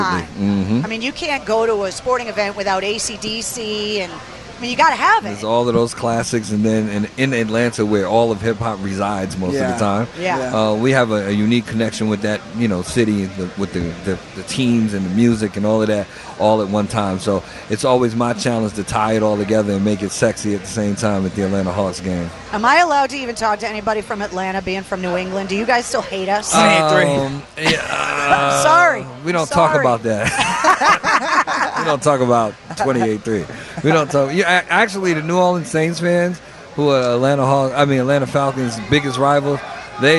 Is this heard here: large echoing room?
no